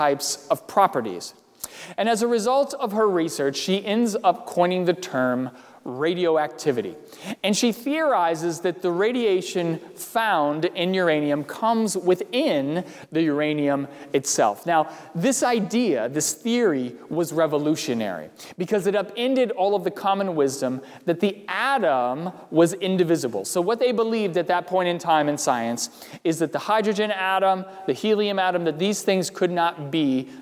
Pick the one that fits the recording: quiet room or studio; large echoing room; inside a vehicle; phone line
large echoing room